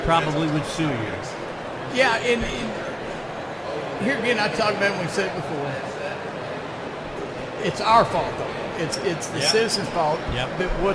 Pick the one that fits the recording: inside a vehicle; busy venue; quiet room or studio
busy venue